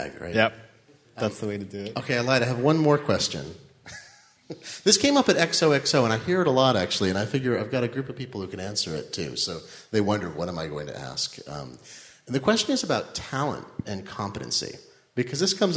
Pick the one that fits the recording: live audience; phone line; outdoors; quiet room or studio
live audience